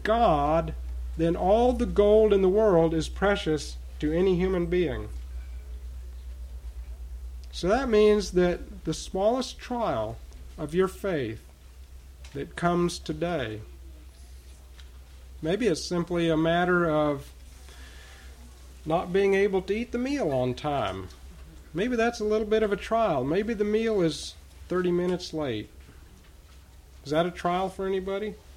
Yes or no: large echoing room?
yes